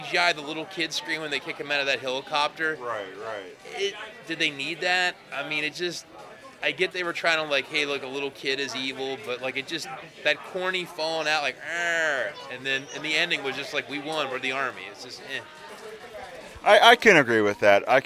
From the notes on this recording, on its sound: live from Pittsburgh's Horror Realm Con